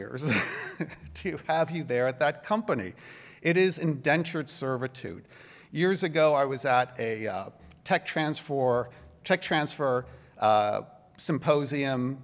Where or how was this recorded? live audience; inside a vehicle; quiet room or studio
live audience